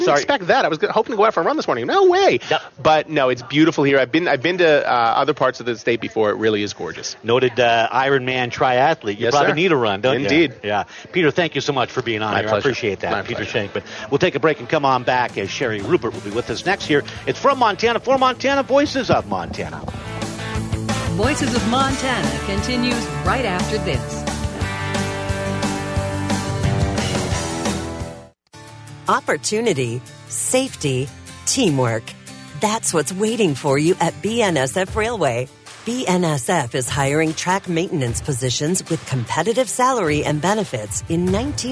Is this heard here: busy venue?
yes